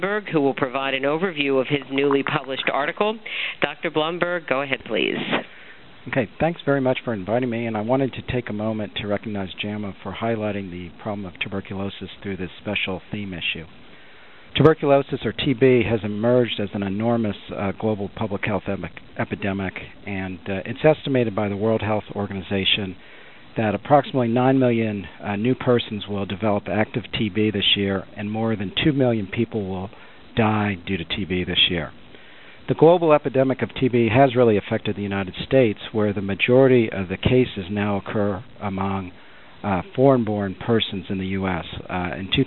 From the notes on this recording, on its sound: June 2005 Author in the Room® Teleconference